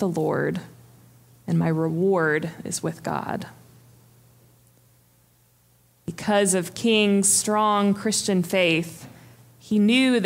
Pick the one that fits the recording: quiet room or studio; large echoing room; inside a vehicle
large echoing room